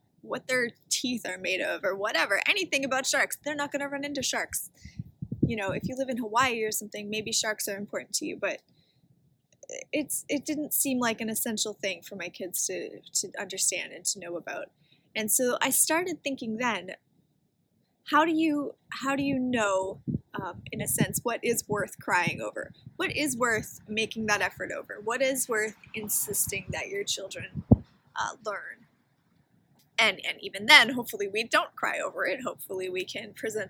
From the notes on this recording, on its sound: I apologize for the noise in this episode - we thought it would be a good idea to record outdoors!